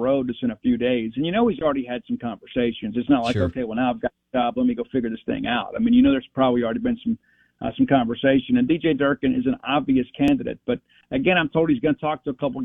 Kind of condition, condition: link, phone line